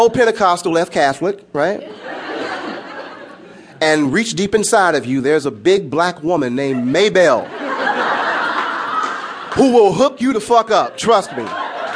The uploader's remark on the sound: Performs his poems in front of a live audience. His joyful, funny, and energetic delivery is clearly bolstered by the enthusiastic responses of the crowd.